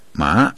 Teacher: Second tone, that's ma, rising tone